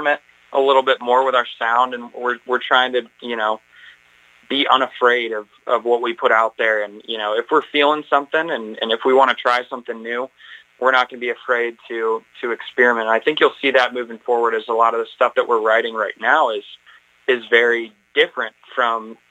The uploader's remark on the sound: This episode was recorded over the phone in the Radio Free Brooklyn studio in Brooklyn, NY.